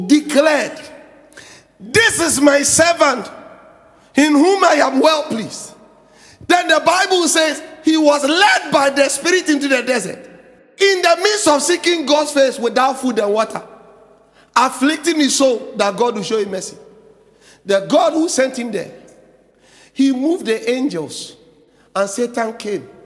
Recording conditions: large echoing room